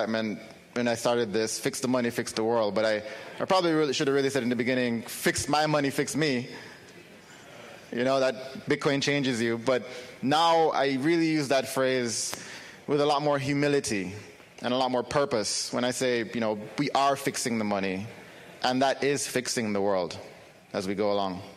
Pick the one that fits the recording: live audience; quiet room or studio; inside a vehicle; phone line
live audience